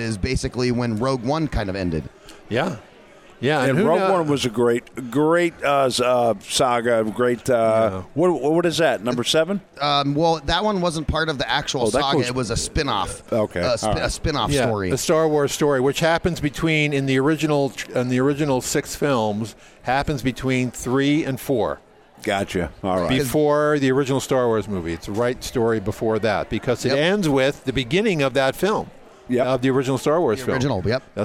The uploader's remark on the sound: Join the VoiceAmerica Live Events team as we Broadcast Day 2 Live from the Phoenix Comicon! Interviews LIVE from the floor of Phoenix Comicon!